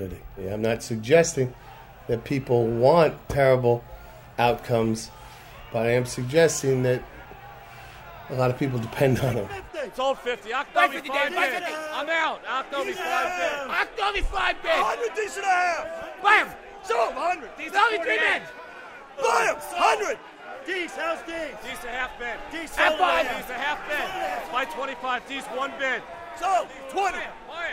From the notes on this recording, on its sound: visits the trading floor of the New York Mercantile Exchange, with its hundreds of traders shouting unintelligible phonic abbreviations and numbers back and forth